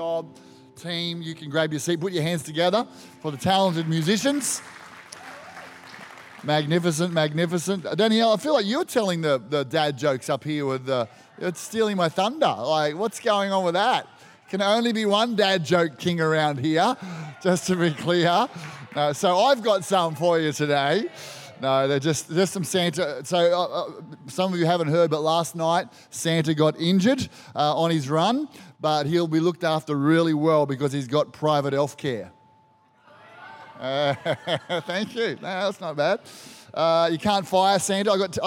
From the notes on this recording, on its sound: This was recorded in our 9am service on the 25th of December, 2022